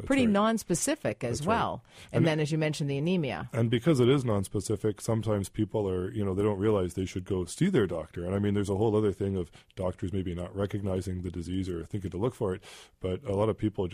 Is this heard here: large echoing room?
no